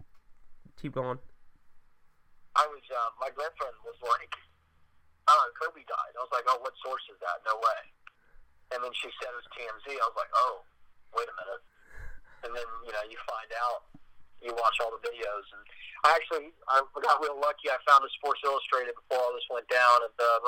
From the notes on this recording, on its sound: talked via phone